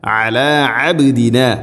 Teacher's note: ഐന് തൊണ്ടയുടെ മധ്യഭാഗമാണ് അതിൻ്റെ മഖ്റജ്. ഐന് കൃത്യമായ മഖ്റജിൽ നിന്ന് തന്നെ ഉച്ചരിക്കണം.